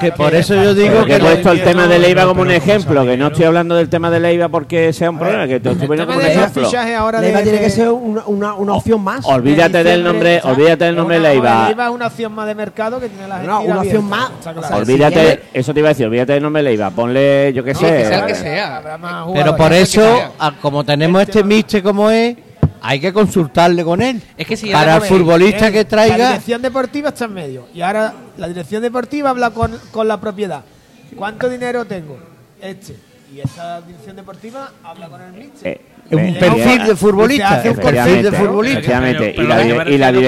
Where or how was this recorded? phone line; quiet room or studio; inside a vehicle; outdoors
outdoors